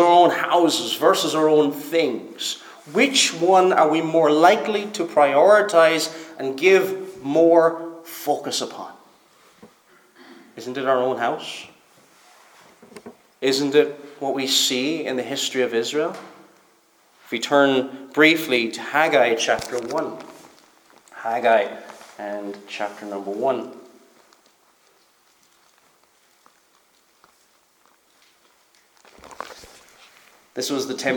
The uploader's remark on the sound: Preached at Stornoway Free Church -Continuing